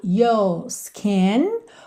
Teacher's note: alongando a vogal sem enrolar a língua no R, por conta do sotaque.